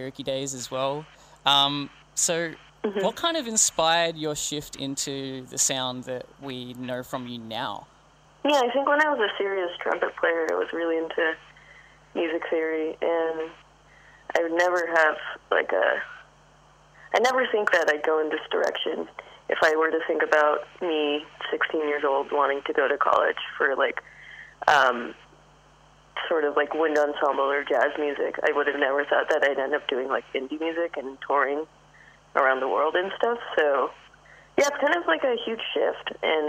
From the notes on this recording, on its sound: Hosts a phone interview.